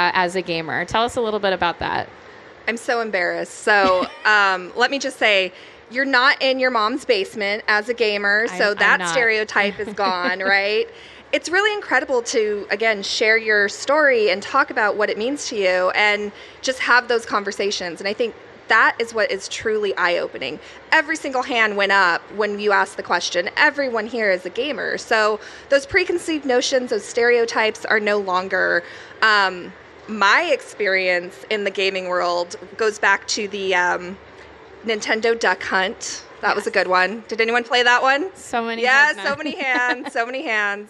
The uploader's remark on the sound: Live from SXSW 2023